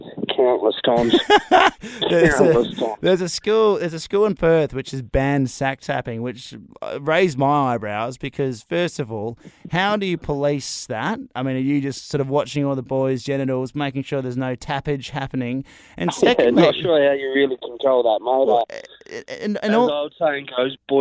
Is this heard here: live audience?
no